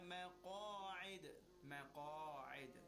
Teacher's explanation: قَاف is a letter of تَفْخِيم. So it must be recited with a rounded mouth and a heavy sound.